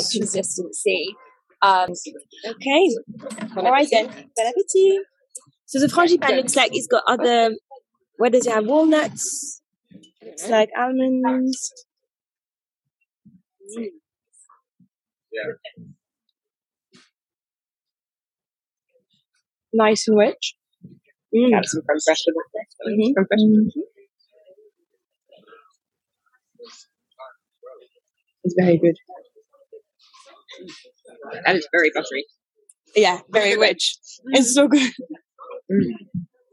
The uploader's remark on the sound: Please download again to fix the overlapping sound. Apologies the background noise will still be there!